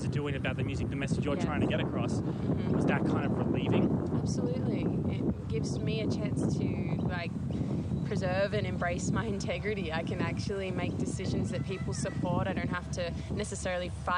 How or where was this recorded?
busy venue